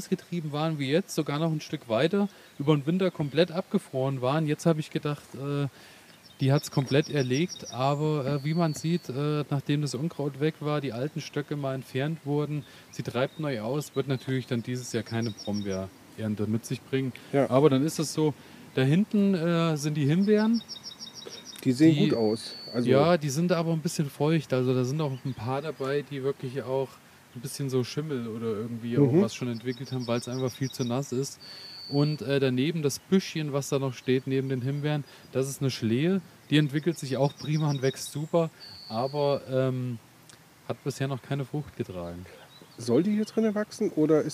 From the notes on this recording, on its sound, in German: Spezial - live aus dem Garten Ede. Podcast als Video.